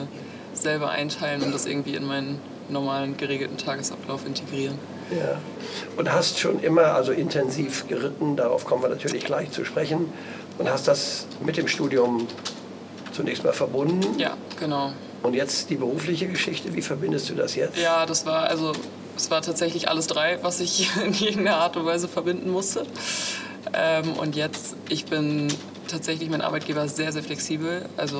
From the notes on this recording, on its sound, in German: Dieses Gespräch wurde im Zuge des AGRAVIS-Cups im Januar 2024 in Münster aufgenommen.